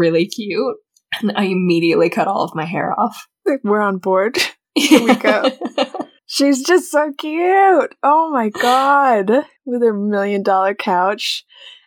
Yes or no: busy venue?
no